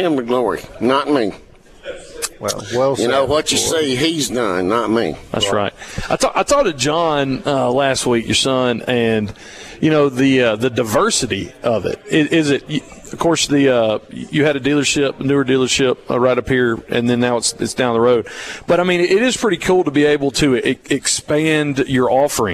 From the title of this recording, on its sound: Broadcasting From Woolwine Ford Lincoln In Collins For The 2023 Okatoma Festival This Weekend